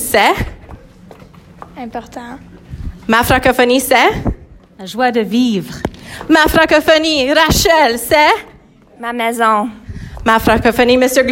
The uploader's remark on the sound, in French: Cet épisode a été enregistré en direct du rassemblement Franco Fiers à l’École secondaire catholique Le Relais.